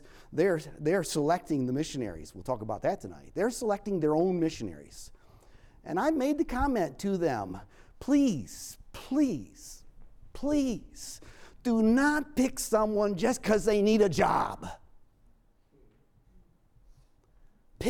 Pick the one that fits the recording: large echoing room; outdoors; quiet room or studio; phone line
large echoing room